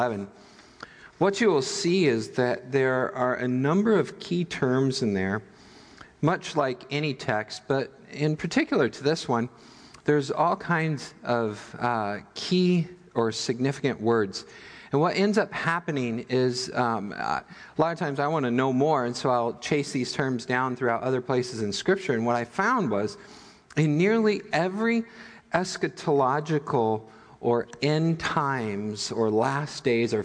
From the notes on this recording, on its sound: Midland Evangelical Free Church Sermon Audio